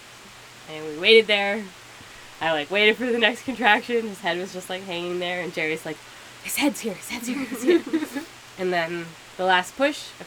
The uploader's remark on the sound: We did record in a shed, with a single microphone, in the middle of a rainstorm, so there’s definitely some background noise noise, especially towards the end of the episode.